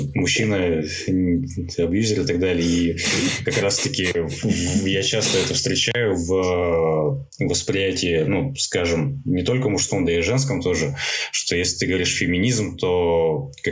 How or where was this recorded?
video call